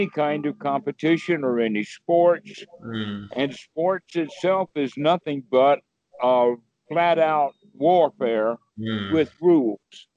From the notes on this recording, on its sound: skype calls